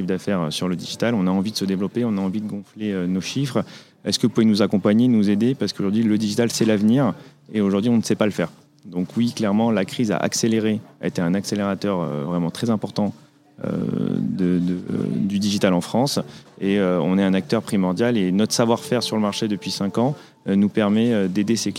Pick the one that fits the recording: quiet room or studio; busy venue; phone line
busy venue